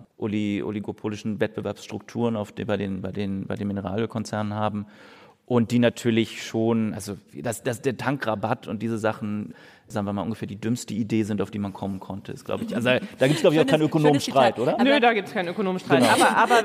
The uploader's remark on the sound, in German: In einer Livefolge des Wirtschaftspodcasts "Ist das eine Blase?", aufgenommen auf dem Podcastfestival von ZEIT ONLINE.